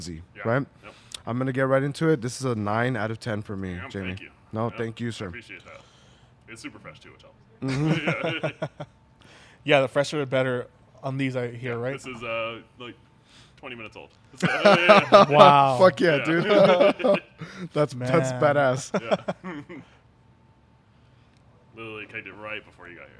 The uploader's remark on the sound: We are proudly recording out of Las Vegas' own Scenic Brewing Company.